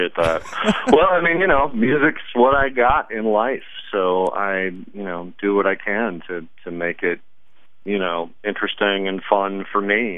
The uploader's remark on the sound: phone interview